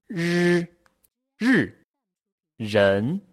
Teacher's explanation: 它叫做卷舌音，和翘舌音略有区别，舌头呢更加的往后面卷